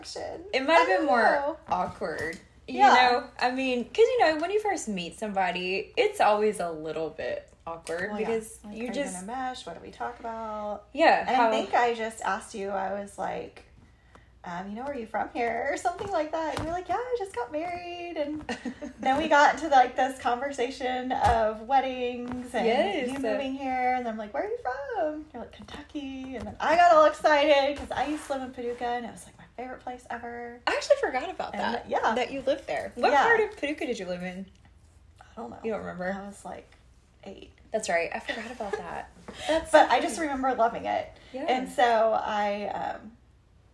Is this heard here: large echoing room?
no